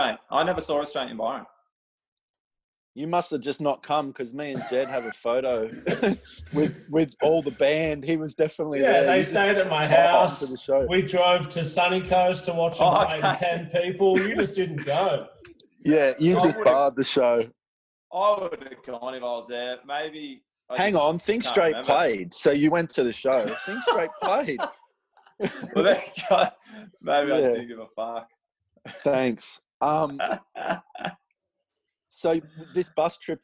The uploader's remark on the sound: got on zoom together